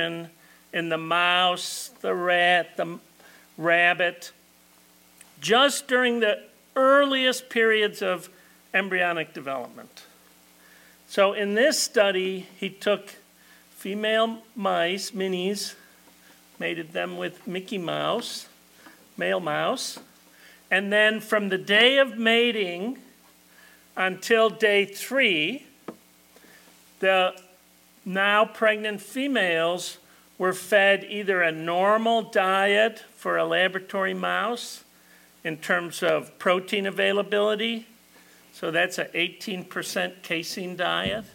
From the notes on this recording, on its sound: This talk was given at the 2022 Tri-State Dairy Nutrition Conference